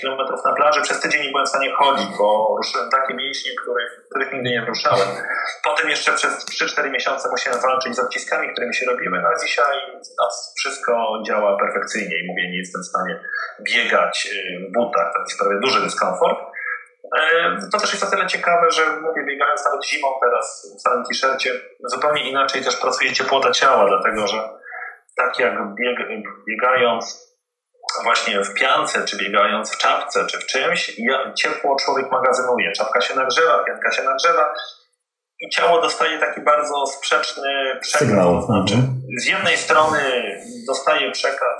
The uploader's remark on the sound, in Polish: Przepraszamy za ścieżkę dźwiękową, prosimy o wyrozumiałość ze względu na aktualną sytuację pandemiczną.